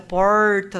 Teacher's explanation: Porque a língua vira para trás, ela flexiona para trás, retroflexo. Então a língua, se você fizer o porta, sua língua toca a pontinha virada para trás.